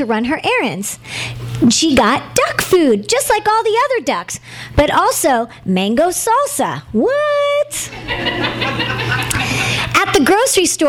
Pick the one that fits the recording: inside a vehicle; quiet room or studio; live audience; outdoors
live audience